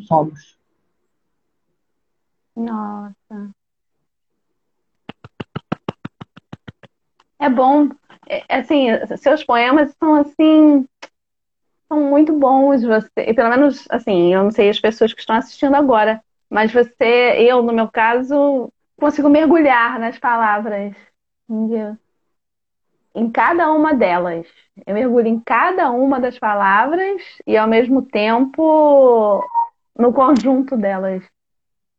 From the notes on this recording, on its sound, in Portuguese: Live feita em 30/05 no Instagram